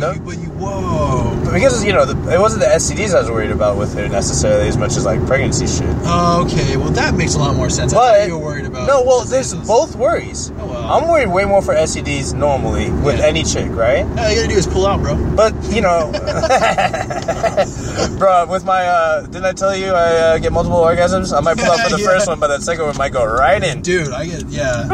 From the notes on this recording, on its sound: Record a series of Pshort Pshows while driving all over the city.